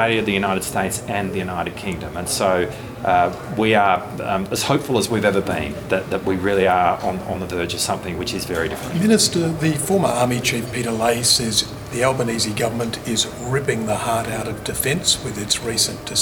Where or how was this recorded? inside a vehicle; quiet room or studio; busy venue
busy venue